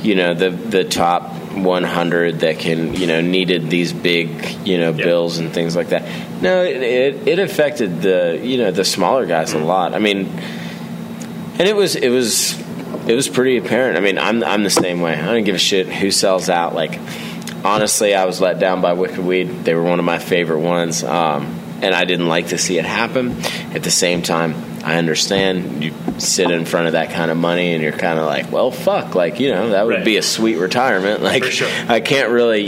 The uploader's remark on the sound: On location at Cushwa Brewing Company in Williamsport, MD.